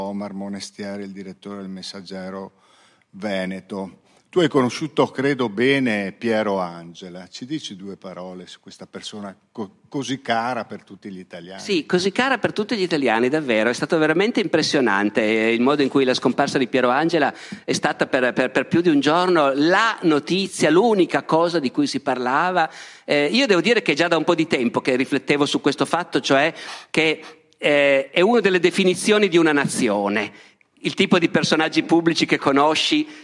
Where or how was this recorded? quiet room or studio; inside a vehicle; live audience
live audience